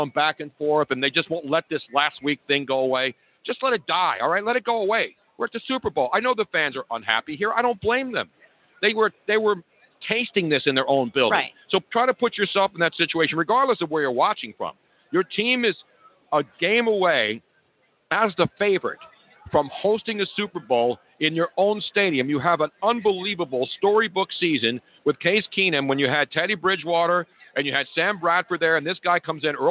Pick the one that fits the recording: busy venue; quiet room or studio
busy venue